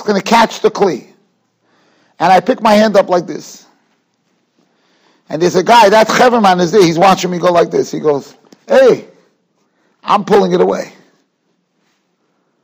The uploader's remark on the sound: Shiur recorded in Yeshivas Ohr Reuven, Monsey, NY.